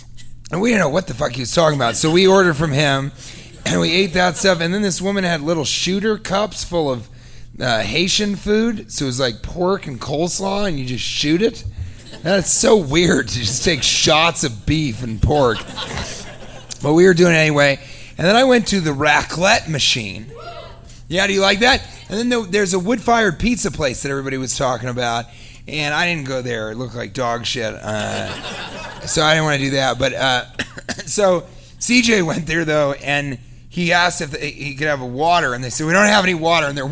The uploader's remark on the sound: Live from Utah